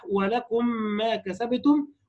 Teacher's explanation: ادغام الميم الساكنه في مثلها · Term: ادغام مثلين صغير